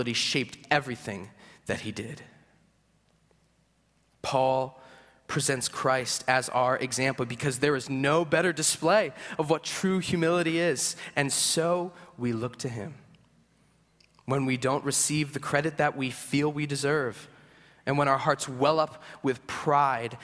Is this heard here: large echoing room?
yes